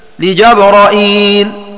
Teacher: ونتعرف على المعنى فنقول: قرأ حمزة والكسائي وشعبة لفظ جبريل، حيث وقع في القرآن الكريم بفتح الجيم والراء وزيادة همزة مكسورة بعد الراء